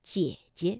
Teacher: 第二个姐呢就要变成轻声了，读得短促而轻 · 第一个姐呢，我们就把它读成二幺